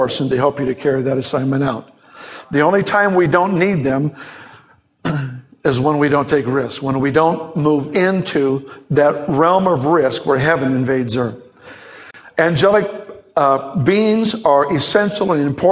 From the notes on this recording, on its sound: Teaching Series audio recorded from a live author seminar.